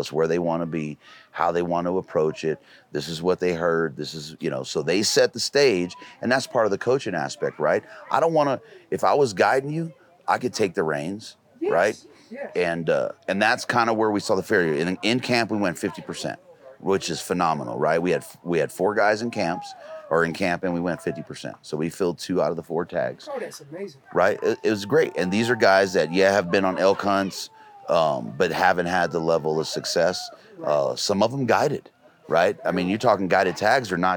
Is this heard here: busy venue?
yes